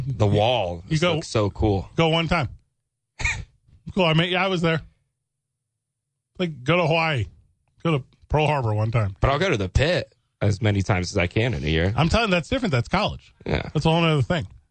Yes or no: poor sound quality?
no